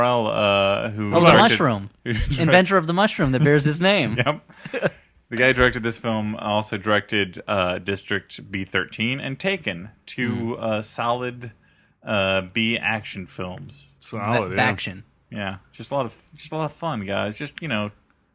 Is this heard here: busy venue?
no